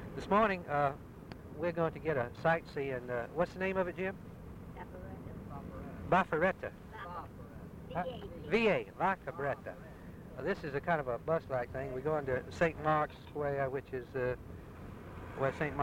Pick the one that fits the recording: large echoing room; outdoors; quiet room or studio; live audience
outdoors